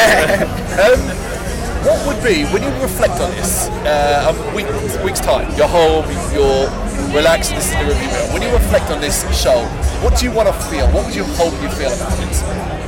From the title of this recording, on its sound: Bloodstock 2023 Interviews